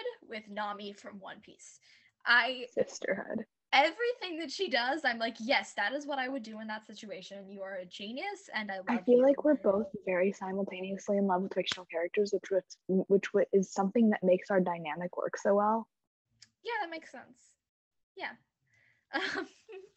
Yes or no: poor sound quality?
yes